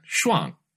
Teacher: shuang is a downward tonal accent. Shuang, that kind of downward tilt.